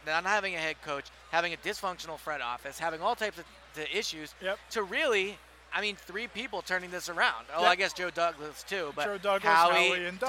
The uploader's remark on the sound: Day 4 from Radio Row at the Super Bowl.